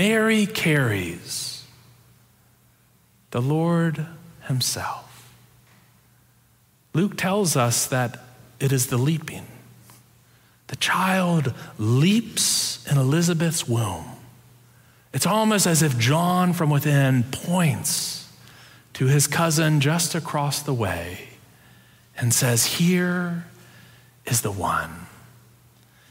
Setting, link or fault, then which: setting, large echoing room